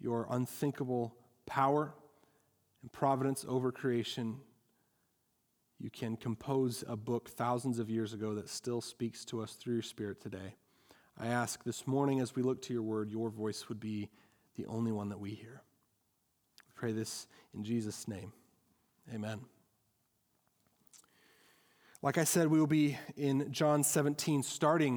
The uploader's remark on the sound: at Our Saviour Evangelical Free Church in Wheeling, Illinois